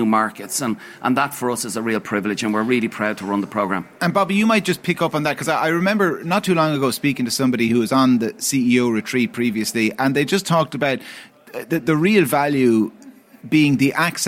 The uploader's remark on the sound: The Hard Shoulder was live from the EY Entrepreneur of the Year Awards 2022 at the Powerscourt Hotel